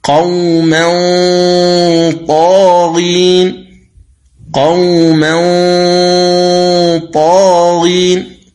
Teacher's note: استعلاء الغنة أو تفخيم الغنة عند الطاء لأنه من حروف الاستعلاء